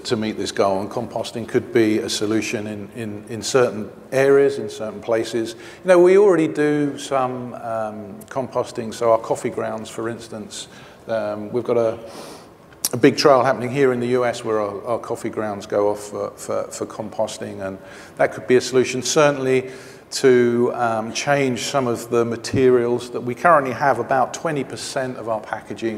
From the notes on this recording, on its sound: The best of live interviews from GreenBiz events.